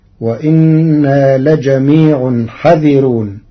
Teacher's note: قرأ ورش كلمة حاذرون بحذف الألف بعد الحاء مع ترقيق الراء فتصير وإنا لجميع حذرون.